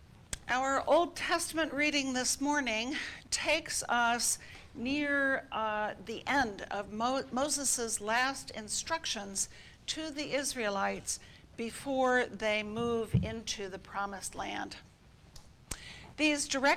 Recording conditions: large echoing room